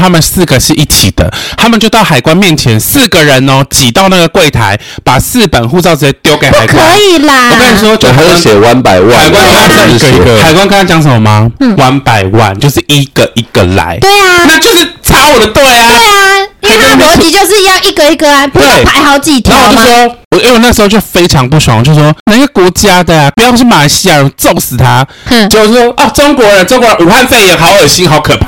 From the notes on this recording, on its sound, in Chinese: 這集音質很容易破音，大家都太激動了。